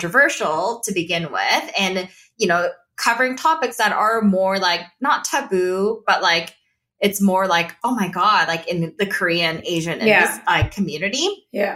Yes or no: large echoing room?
no